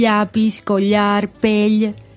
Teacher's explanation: el tema de la palatal lateral de la ll, mm. llapis, collar, pell que per interferència normalment del castellà fem com una Y, llapis, collar, pell, sí que hauríem d'intentar fer això ll.